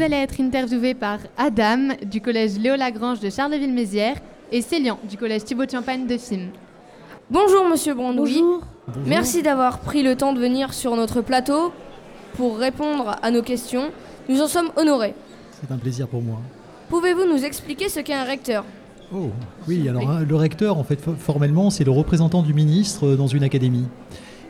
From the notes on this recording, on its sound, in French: Emission réalisée en direct et en public à l'occasion des 60 ans de l'académie de Reims.